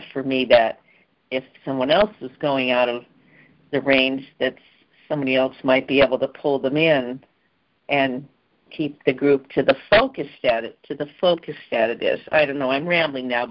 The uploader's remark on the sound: ACIM Saturday “Practical Application” Conference Call.